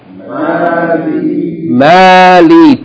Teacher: Two long vowels. Fatha elongated by alif, and kesra elongated by ya.